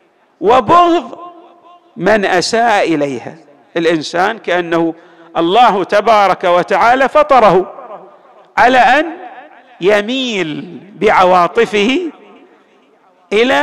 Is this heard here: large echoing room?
yes